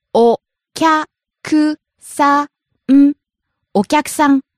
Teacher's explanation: Starts low, rises on キャ stays high